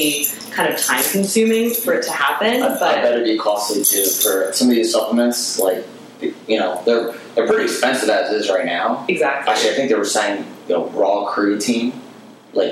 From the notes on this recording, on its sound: This is the first episode we did while filming video. Our audio did not record correctly so we had to extract the audio from the video camera.